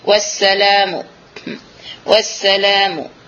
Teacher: Jadi, kita romkan dia hanya sepertiga harakat